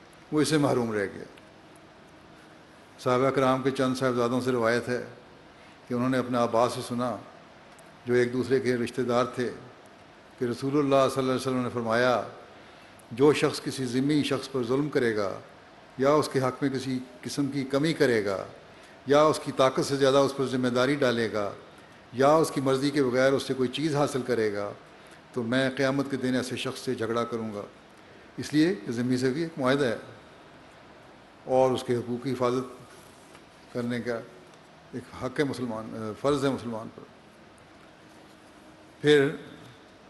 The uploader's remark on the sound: Concluding Address at Jalsa Salana UK 2021.